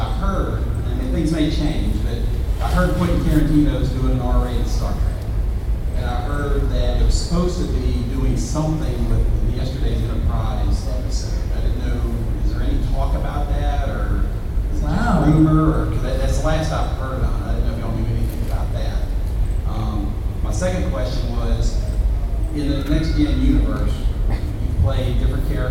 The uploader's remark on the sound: Panel Gulf Coast Fan Fest 2018